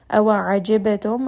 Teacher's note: ayn from the middle of the throat